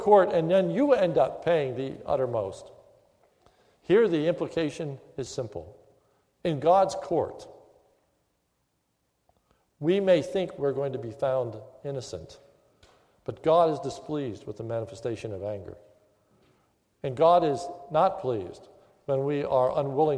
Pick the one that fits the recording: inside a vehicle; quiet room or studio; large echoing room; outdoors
large echoing room